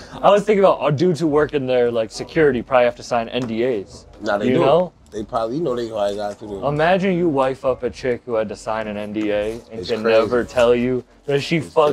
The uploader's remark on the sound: This episode was filmed at the legendary Paeadise Rock Club in Boston.